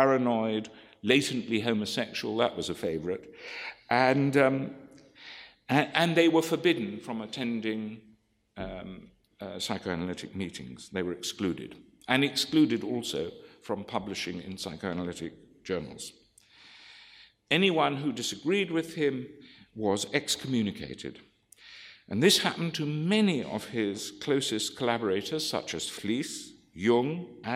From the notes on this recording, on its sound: This lecture is from the 2014 meeting of the Property and Freedom Society